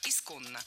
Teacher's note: Здесь уже нужны две «н», а ударение ставим на второй слог